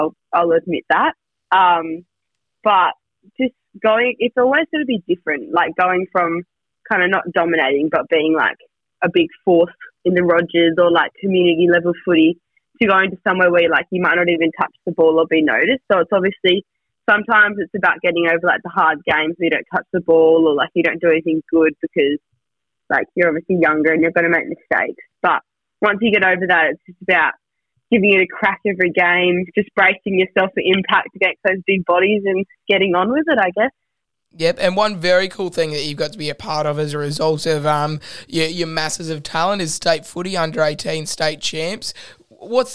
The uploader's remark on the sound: joins over the phone